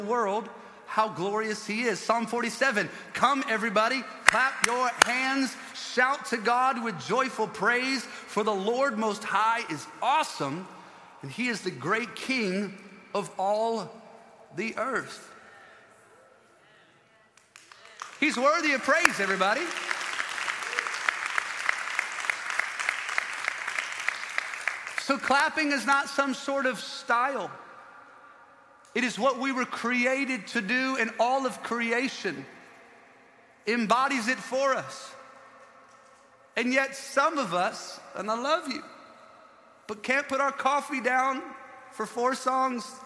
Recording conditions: live audience